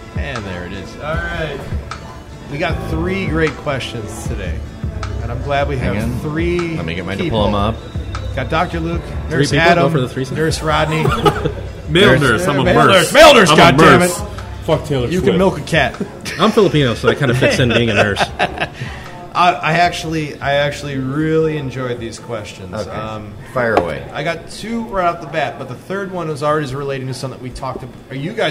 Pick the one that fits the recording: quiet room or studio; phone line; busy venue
busy venue